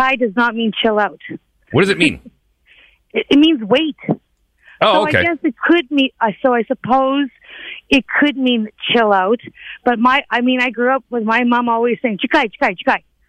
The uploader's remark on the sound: with open phones later on the podcast